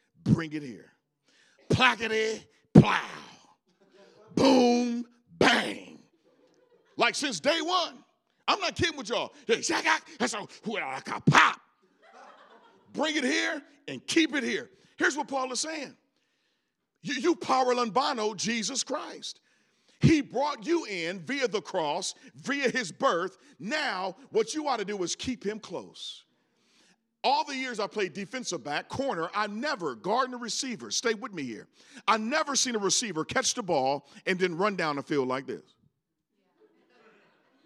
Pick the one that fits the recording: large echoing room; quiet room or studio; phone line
large echoing room